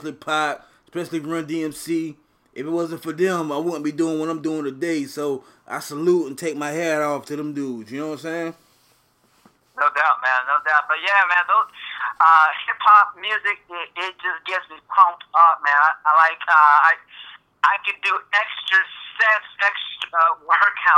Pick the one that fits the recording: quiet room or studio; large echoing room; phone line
phone line